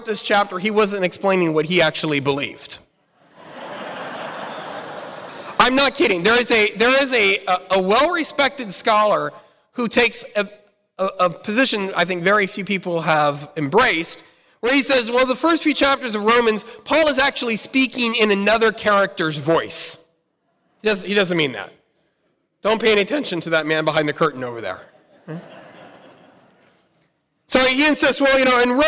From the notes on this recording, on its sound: Talk Five presented at the Fullness of Truth Conference.